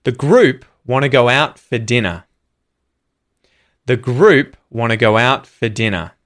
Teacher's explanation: Which words are being stressed? group, go out, and dinner. And interestingly, for the phrasal verb go out, I feel like the stress is actually on the preposition out instead of on go.